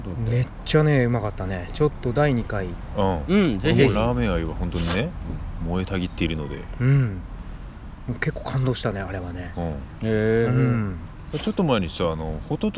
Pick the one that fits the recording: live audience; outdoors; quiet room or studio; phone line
outdoors